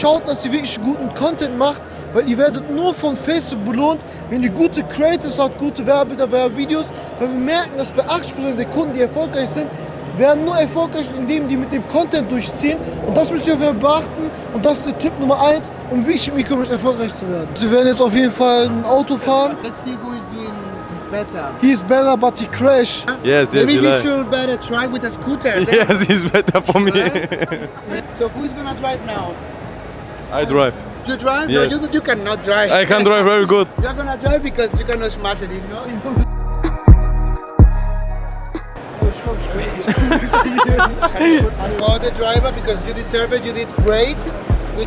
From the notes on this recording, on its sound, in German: Ecomunlimited beim OMR Festival (Vlog). Wir waren 2 Tage auf dem OMR Festival in Hamburg.